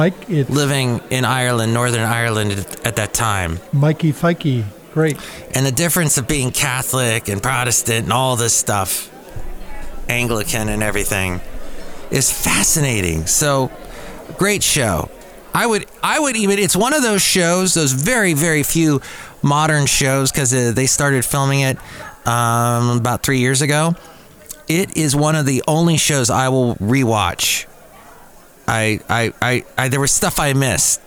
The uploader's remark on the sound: podcast live from Cafe Anyway